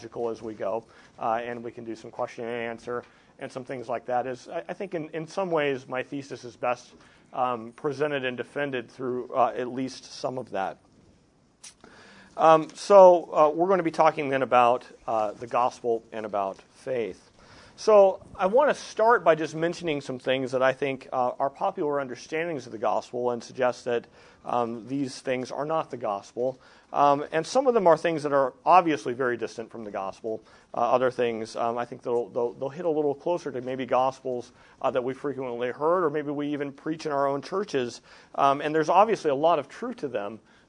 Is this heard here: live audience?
yes